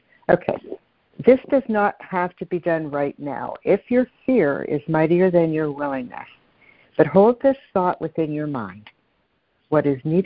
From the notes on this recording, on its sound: CONF CALL. Joining together on a Free Conference Call.